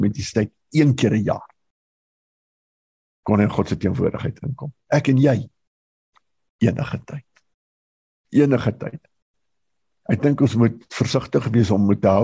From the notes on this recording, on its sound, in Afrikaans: Manne van die Woord Zoom Byeenkoms 14 April 2022